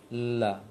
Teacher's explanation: Lam punya ujung lisan, sisi ujung lisan kiri sampai kanan melebar di gusi atas, sehingga kalau suara keluar dari mulai dari dalam tenggorokan suaranya, dia terpecah ke kiri dan kanan lisan karena terhalang oleh lisan yang tersandar ke ujung, ke gusi di atas. · Term: inhiraf